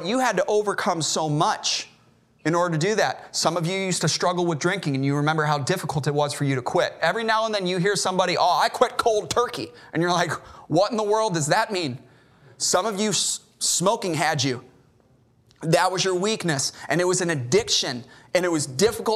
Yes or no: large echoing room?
yes